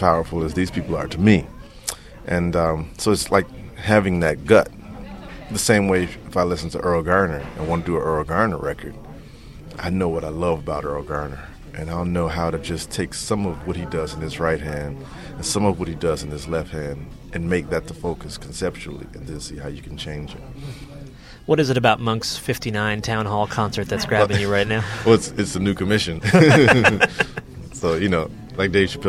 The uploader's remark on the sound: at the 2007 Rochester International Jazz Festival